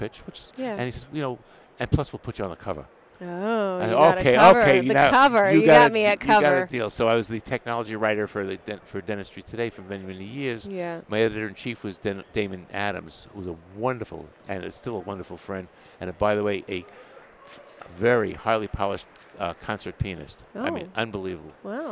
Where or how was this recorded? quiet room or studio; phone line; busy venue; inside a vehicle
busy venue